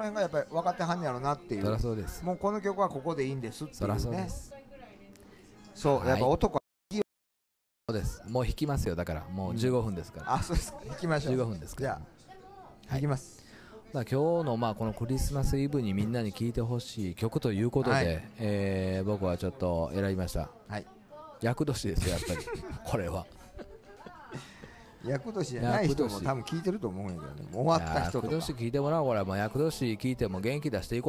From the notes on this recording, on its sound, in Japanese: 今夜は四條畷はソウルキッチンにてクリスマスLIVEを終えてからの収録でした〜音声の乱れは有りますが会場の雰囲気もお楽しみくださいね！